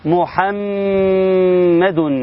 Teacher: الميم الاولانية مضمومة مو، الميم الثانية مشددة فتكون محمد